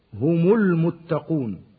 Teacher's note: ونظرا لأن الأصل في ميم الجمع هو الضم، فقد ضمت ميم الجمع وصلا بسبب التقاء الساكنين، هكذا هم المتقون.